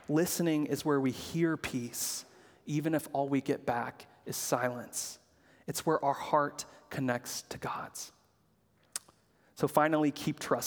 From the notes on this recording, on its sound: preached at Good Shepherd Oak Cliff